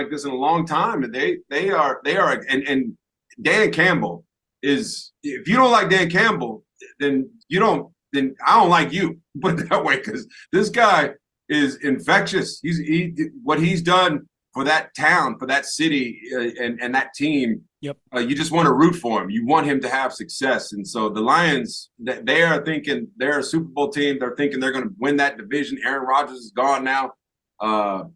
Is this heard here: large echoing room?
no